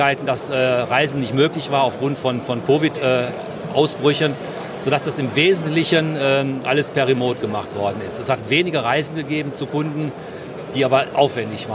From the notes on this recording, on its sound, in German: Live Interview auf Hannover Messe 2023